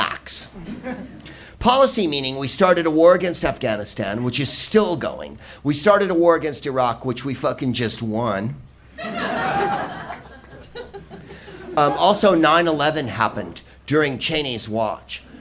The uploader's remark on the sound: Live from the Soho Theatre in London